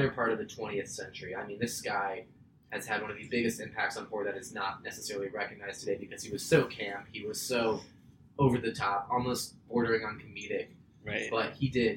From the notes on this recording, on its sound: SORRY THE SOUND SUCKS.